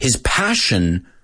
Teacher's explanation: Doble S, pero suena a SH.